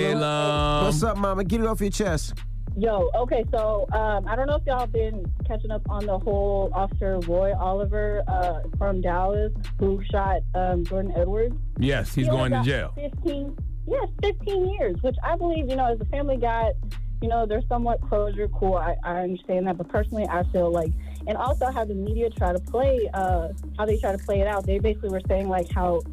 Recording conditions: phone line